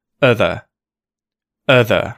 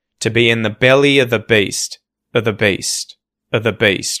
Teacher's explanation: To be in the belly of the beast is how we would sort of say this if we separate the words out. But if we join it all together, you'll hear that of the becomes other, other, right? Two schwa sounds and this the between them, right? Or TH sound between them, other, other. · Term: reductions